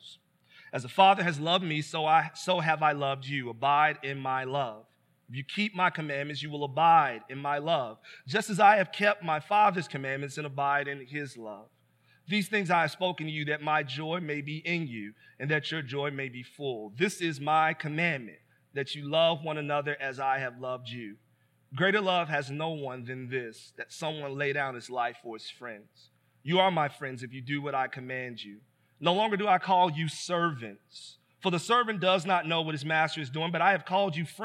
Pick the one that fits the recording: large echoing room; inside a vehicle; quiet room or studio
large echoing room